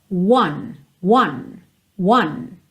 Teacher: A palavra one, que é o número um, da palavra on, que é a preposição, ok? Então, o número um, one, ele tem um começo fechadinho, é quase como se você partisse de uma letra U